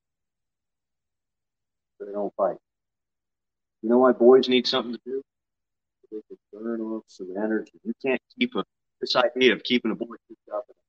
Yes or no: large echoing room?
yes